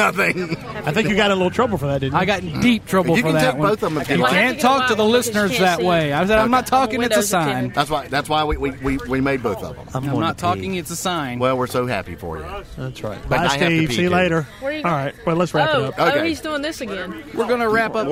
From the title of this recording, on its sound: Our 4th Anniversary Show Live from Vintage